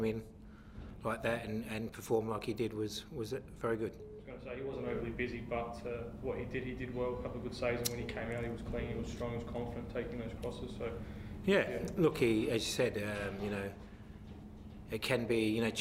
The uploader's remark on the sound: Post-Match Press Conference | Adelaide United v Wellington Phoenix.